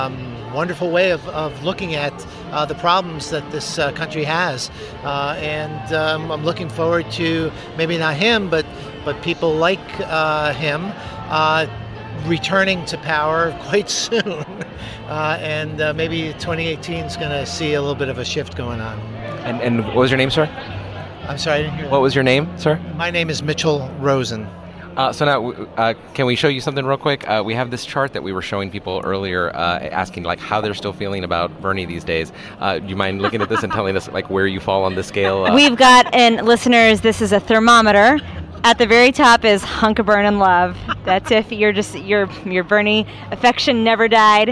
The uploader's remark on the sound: chat with people at South by Southwest